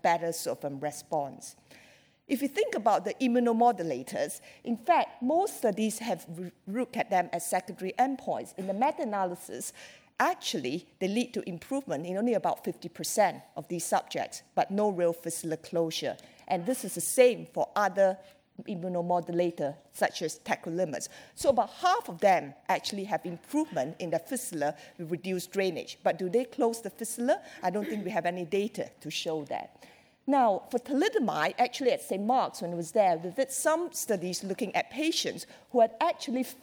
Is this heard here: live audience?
yes